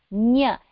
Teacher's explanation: nya is the nasal that comes from the palatal region